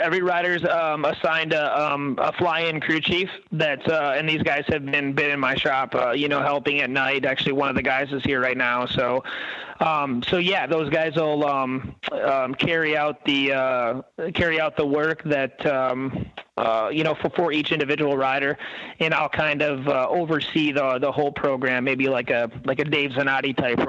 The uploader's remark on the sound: Instead of wondering, we picked up the phone and started calling folks. Here is a collection of the first few calls we made!